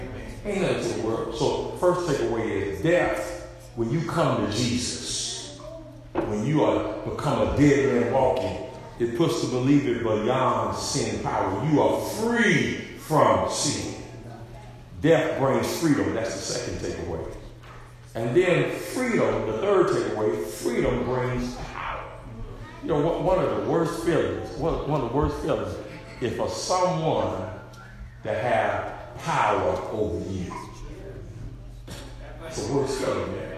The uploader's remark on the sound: SERMON PREACHED AT Arlington Rd CHURCH OF CHRIST, HOPEWELL. VA.